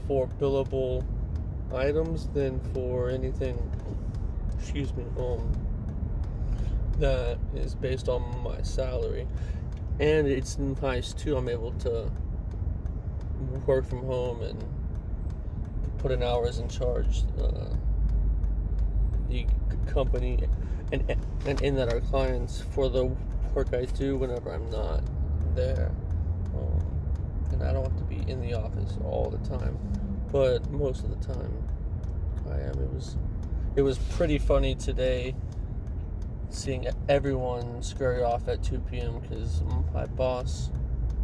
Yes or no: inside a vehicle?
yes